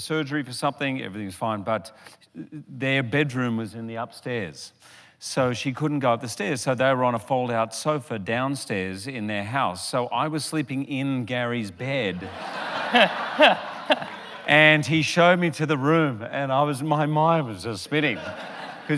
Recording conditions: live audience